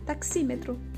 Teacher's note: a palavra taxímetro, ela tem um pouquinho de força no tá, tem maior força no xi e menos força no me e no tro · Term: subtônica